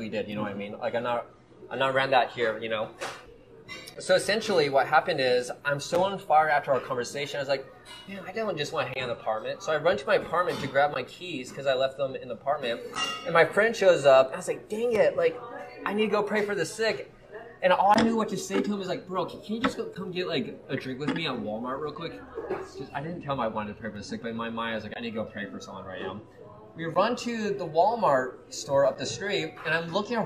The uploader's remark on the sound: Recorded live at the Banyan Tree Cafe at YWAM Kona, HI so please forgive the background noises.